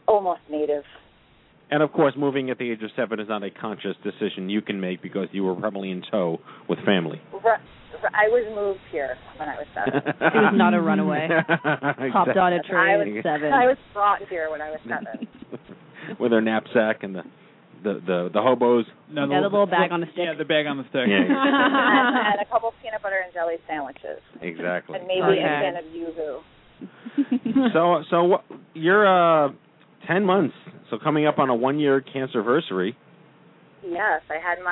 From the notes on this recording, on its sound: WE'RE TAKING YOUR CALLS. It's time to open our phone banks for the first time and host the inaugural "Open Mic Night" for The Stupid Cancer Show.